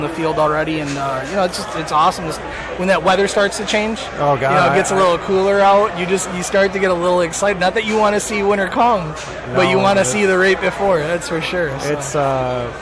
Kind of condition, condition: setting, busy venue